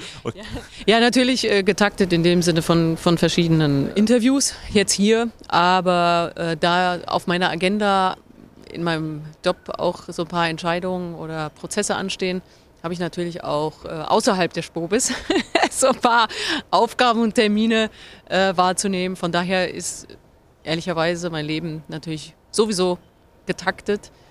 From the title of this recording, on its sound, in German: live vom SPOBIS